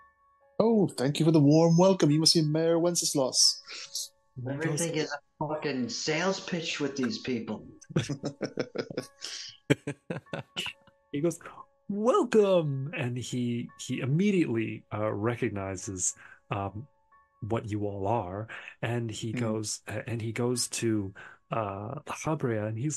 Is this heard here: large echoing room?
no